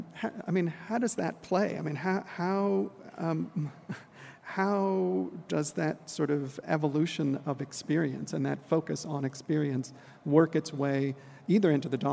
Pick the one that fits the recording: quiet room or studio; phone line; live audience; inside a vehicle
live audience